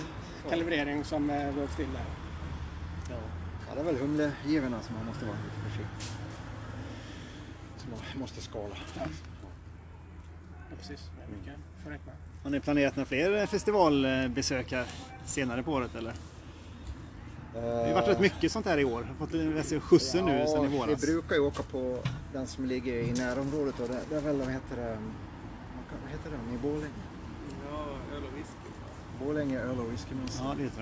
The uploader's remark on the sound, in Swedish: Vi träffade grundarna till The Beer Factory från Leksand ute i deras charmiga beer garden. Att spela in podd utomhus har sina utmaningar, därav lämnar ljudkvaliteten tidvis något mer att önska.